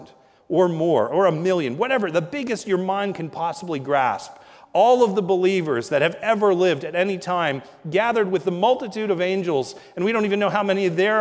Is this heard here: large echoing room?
yes